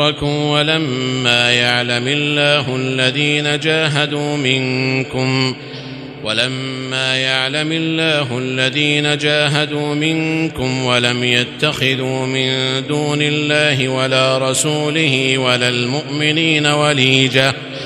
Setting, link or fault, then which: setting, large echoing room